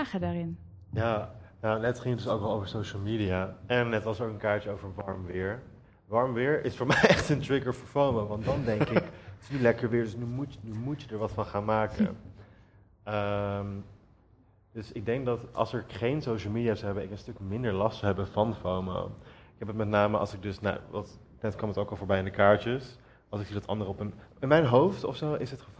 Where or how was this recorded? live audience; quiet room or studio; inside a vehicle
live audience